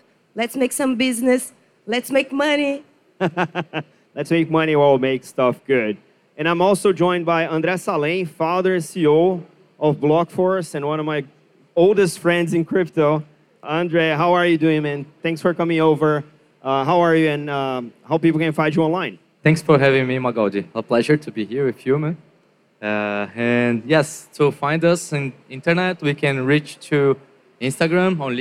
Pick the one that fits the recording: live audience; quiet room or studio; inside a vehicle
live audience